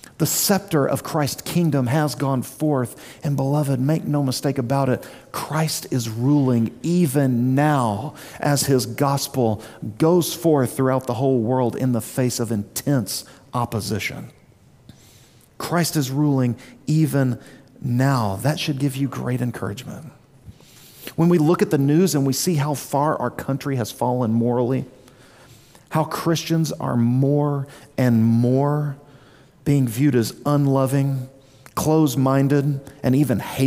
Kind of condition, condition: setting, large echoing room